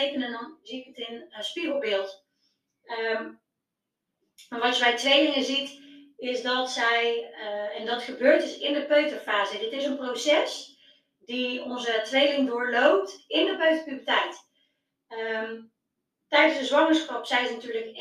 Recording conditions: phone or laptop microphone